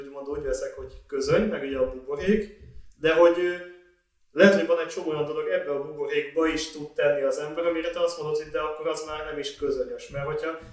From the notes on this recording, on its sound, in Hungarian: Az Adás sajnos felvételre alkalmatlan körülmények között készült, reméljük elnézitek nekünk.